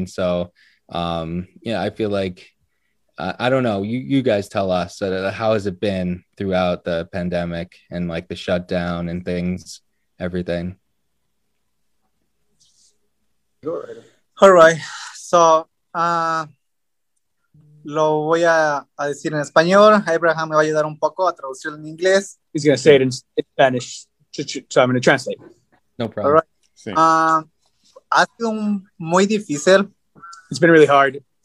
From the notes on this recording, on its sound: Recorded Live on Zoom 3/22/2021